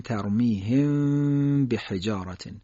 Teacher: صدا رو نگه می‌داریم تا قنه هم حاصل بشه و صدا از فضای خشوم یا بینی تولید بشه و در حقیقت قنه هم داره اخفا.